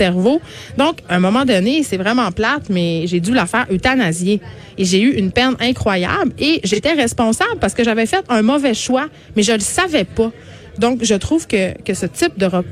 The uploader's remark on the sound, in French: En direct du Salon de l'auto de Montréal.